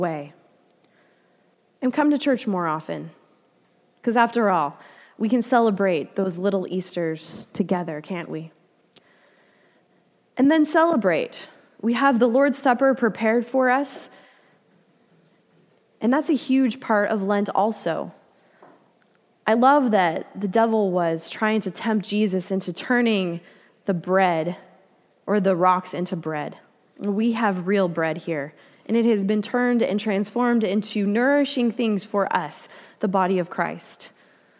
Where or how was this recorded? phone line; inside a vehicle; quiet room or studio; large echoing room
large echoing room